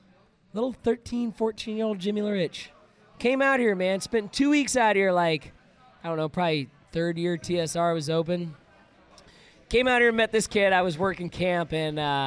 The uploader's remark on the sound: Live From Cablestock. Live from TSR’s CableStock 2016! Impromptu conversations and interviews during “Casino Night” at the 15th Reunion of the Texas Ski Ranch.